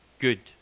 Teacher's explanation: The close central rounded vowel, barred u